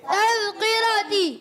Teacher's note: زال کا مخرج بتا دیتے ہیں، زبان کا سرا اوپر کے دانتوں کے اندرونی کناروں سے یا بیرونی کناروں سے دونوں سے ادا کرتے ہیں · تا کو زال سے ملائیں گے، زال کو زا نہیں پڑھیں گے